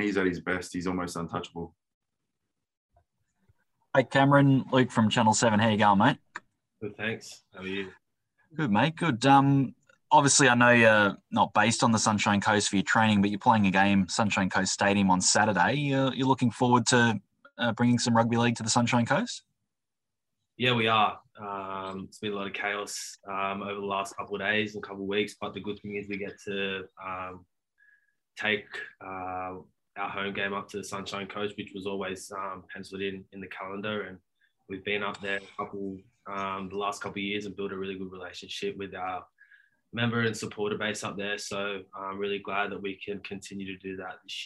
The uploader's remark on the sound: chat to the media via Zoom